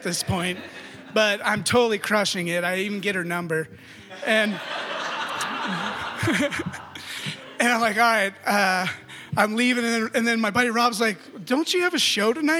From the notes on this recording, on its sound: You never know what you'll get when audience members step up to the stage. At the "First Denver Anything" Raconteur event.